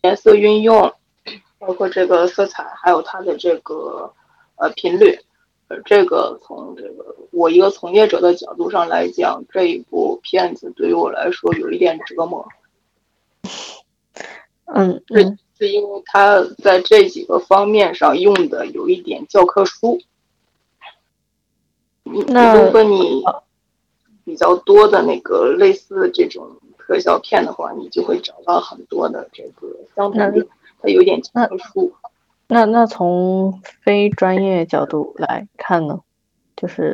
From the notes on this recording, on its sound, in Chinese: 我们与听众们线上网聚唠嗑，这是其中一段录音。长达4小时的网聚由于又一次的录音事故，抱歉只能放出这么多，其他灼见留在了记忆里。